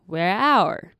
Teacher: 诀窍就是你前面的 wear 念得短一点，舌头不要卷到底，那你的 our 要完整的发音